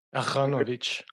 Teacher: if you were to say it like in proper Hebrew, then the R becomes more of a guttural sound.